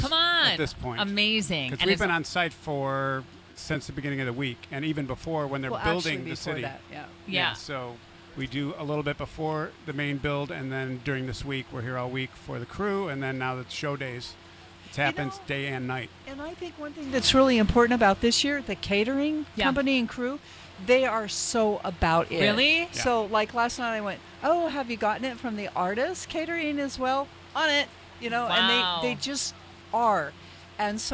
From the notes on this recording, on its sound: The Mix is live backstage at Lollapalooza 2023! Lollapalooza Day 3: Hundreds of thousands of people flock to festivals like Lollapalooza and Coachella every year.